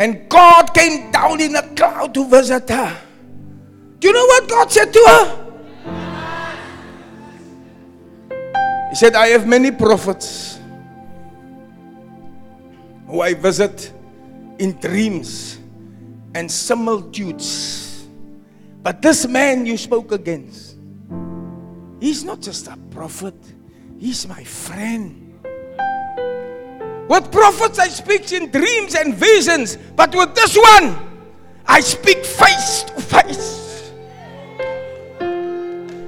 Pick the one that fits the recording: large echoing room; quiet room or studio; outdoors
large echoing room